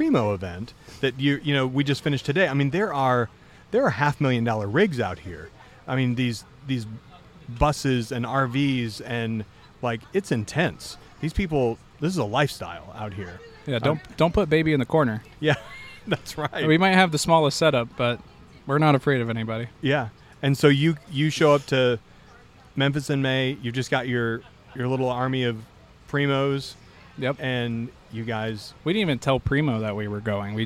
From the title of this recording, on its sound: Live From The Primo BBQ Bash